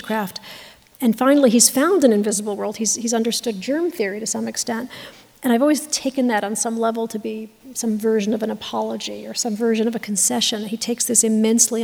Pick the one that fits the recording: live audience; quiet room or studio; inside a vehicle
live audience